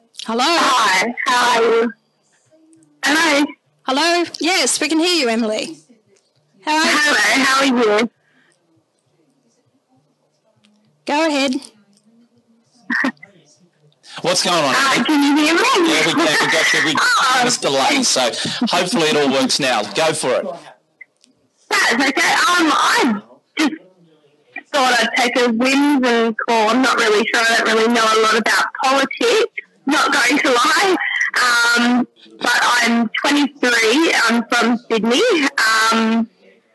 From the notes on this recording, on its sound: epic 6-hour marathon 2019 New Year's Eve call-in show